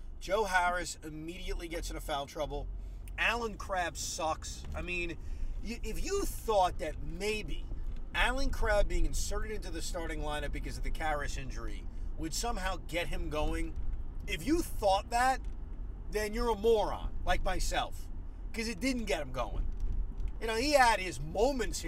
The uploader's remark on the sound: While driving home from Barclays Center.